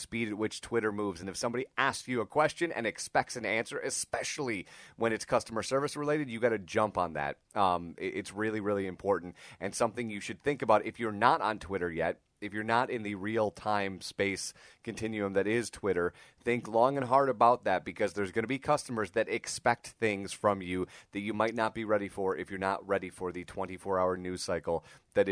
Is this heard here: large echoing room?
no